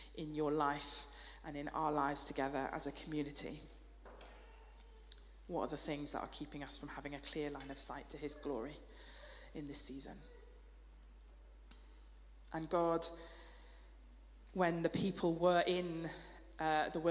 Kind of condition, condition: setting, large echoing room